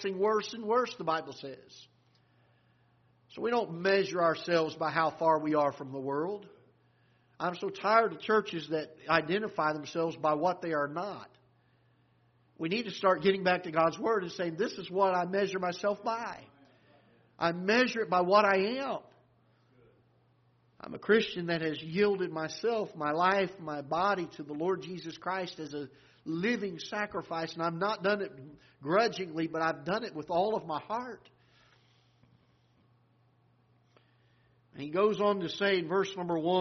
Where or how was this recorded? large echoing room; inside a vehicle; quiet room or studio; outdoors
large echoing room